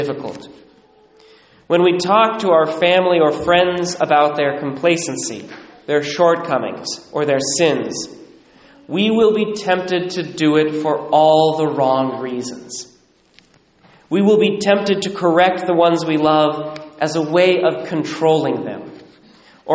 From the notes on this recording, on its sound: Recorded at Immaculate Heart of Mary, Sedro-Woolley, WA